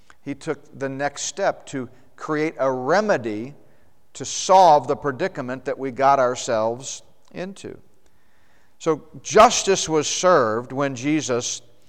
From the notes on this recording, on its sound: the Prophecy Conference at Northstar Family Church in Flowery Branch, GA.